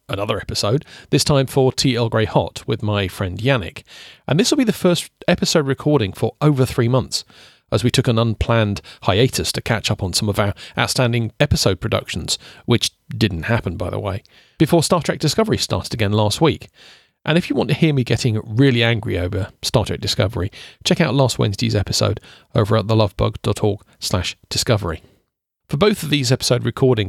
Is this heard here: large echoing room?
no